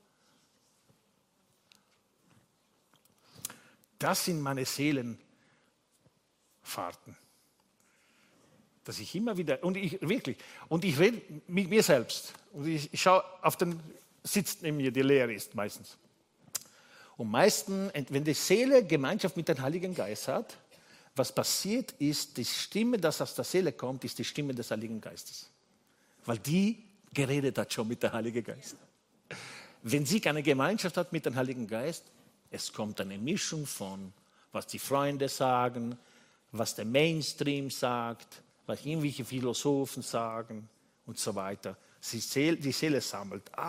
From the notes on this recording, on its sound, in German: Gottesdienst live aus der LIFE Church Wien.